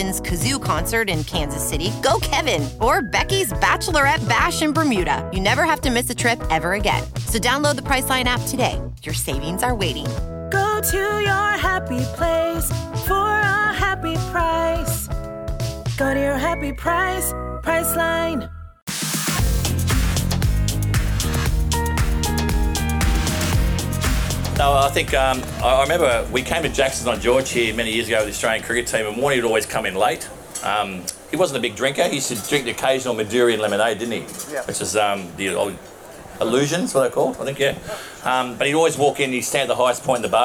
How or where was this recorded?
live audience